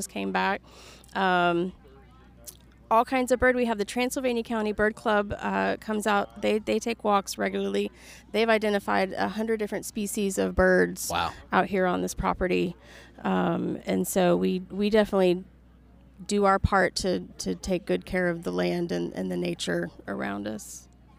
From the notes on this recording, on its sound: In this episode, we're on location at Deerwoode Reserve in Brevard, NC, for the Forks of the River Fly Fishing Festival.